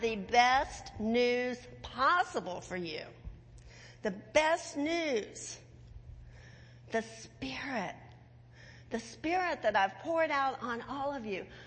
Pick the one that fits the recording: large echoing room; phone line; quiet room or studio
large echoing room